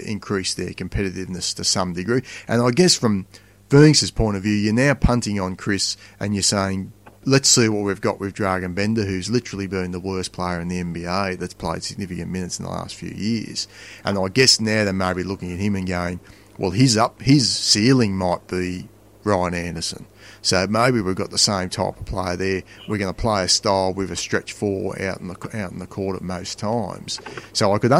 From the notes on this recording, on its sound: evening commute home through the streets of Sydney